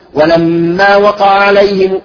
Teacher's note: يدخل العين الأولى في الثانية أو كأنه يسهل الثانية أو يختلس حركتها